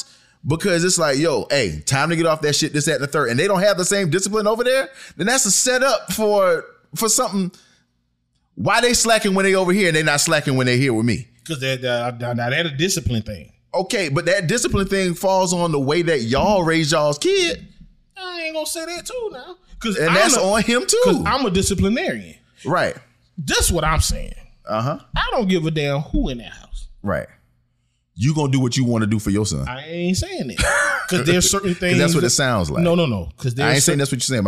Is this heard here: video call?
no